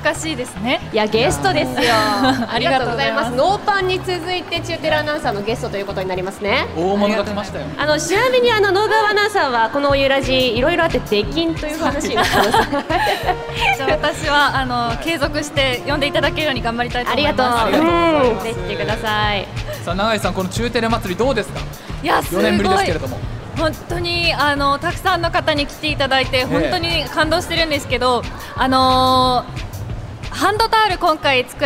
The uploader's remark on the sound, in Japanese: おゆらじ公開収録！公開収録、出演者もスタッフもとっても楽しかったです。